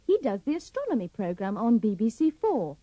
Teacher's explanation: Remember to put the stress on the first O of astronomy and astronomer.